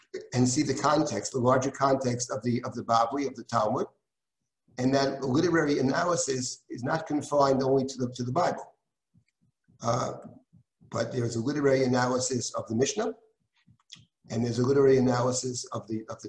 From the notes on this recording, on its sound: This audio was originally captured from Zoom.